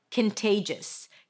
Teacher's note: you pronounce it with a k sound at the beginning, a schwa and an n, kin, there is no o. Then te, that's the primary stress, kin te, and then jis, a jis sound, a schwa and an s.